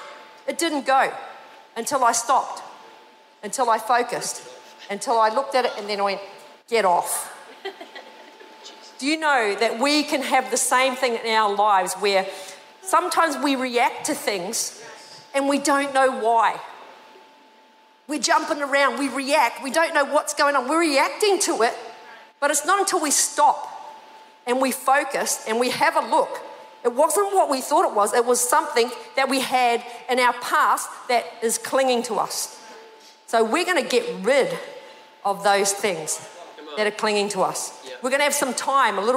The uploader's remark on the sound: This was recorded in our 9am service on the 8th of Januray, 2023